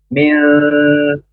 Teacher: jadi ang tapi angnya tengah, jangan n ya. Ditahan dua harokat samarnya. · Term: ikhfa